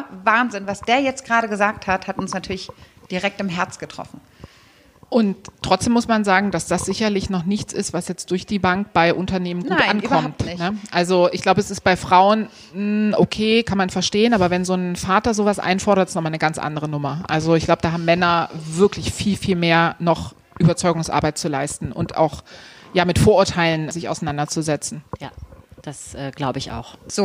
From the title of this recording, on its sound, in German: Live-Podcast